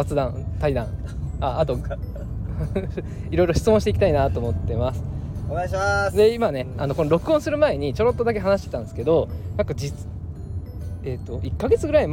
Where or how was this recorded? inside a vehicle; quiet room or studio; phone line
inside a vehicle